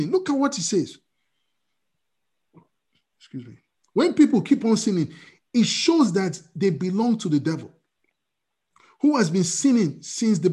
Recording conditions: video call